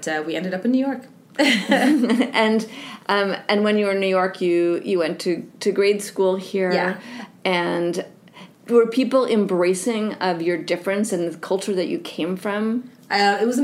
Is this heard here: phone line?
no